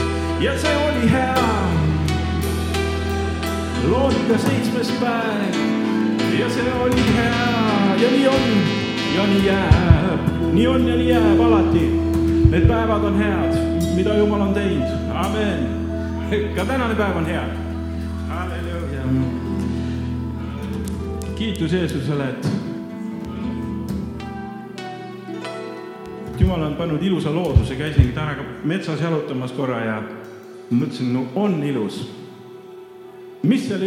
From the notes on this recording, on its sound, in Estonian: Audio salvestus koosolekult